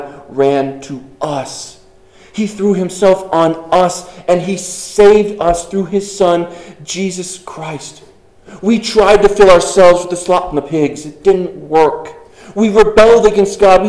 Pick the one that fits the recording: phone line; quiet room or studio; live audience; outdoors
live audience